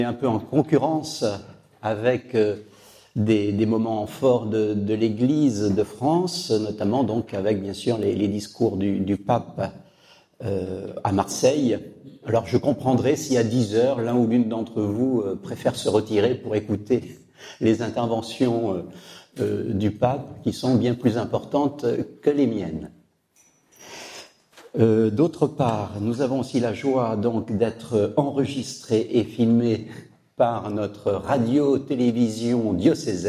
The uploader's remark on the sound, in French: Cette conférence a été captée au diocèse d’Angoulême